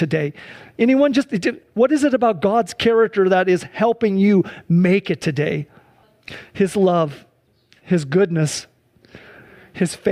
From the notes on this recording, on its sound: This service was held shortly after a wildfire ravaged the area of Medical Lake, destroying over 10,000 acres and over 200 structures. Due to an evacuation order, most people were unable to attend in person, including most members of the worship and media teams. Sunday church service livestream.